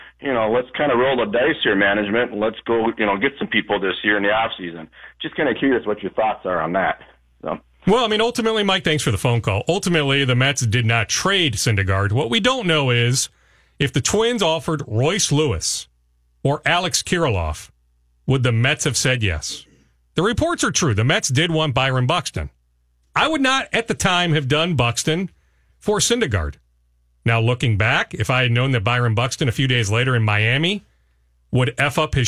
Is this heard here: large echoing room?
no